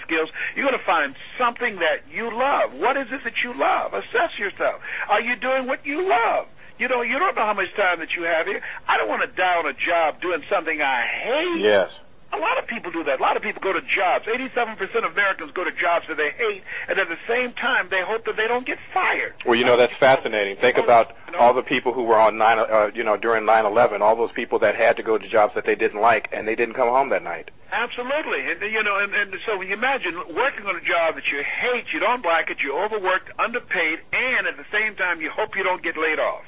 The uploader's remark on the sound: teleconference phone conversation